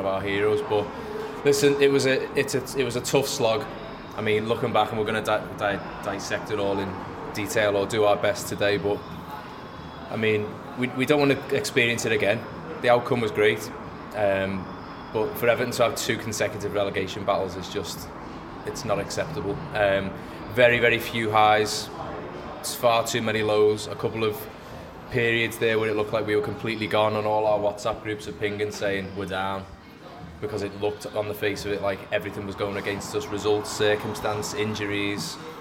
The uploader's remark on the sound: Live from The Baltic Fleet.